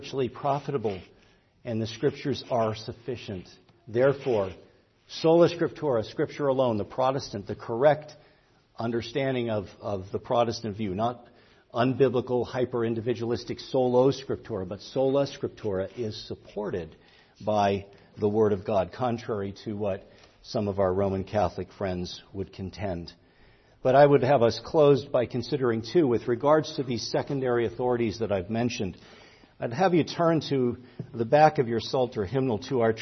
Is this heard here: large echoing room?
yes